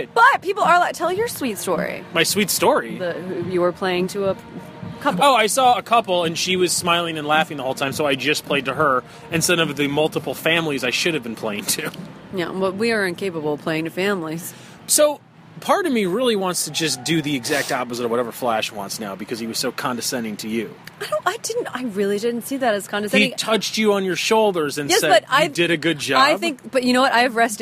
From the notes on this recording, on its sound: Backstage at the Kingman Island Bluegrass and Folk Festival. It was a lot of fun so we podcasted backstage between sets.